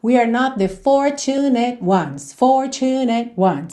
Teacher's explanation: É quase como se todas as sílabas fossem tônicas